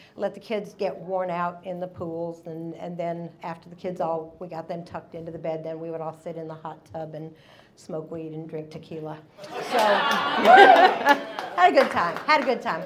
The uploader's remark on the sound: Releasing a single story from the previous evening's live event! Goes south is a live storytelling event out of Charlotte, NC. This podcast combines audio recordings from these live events to share with you! Goes south live events take place on the 3rd Tuesday of the month at Petra's in Historic Plaza-Midwood, Charlotte, NC.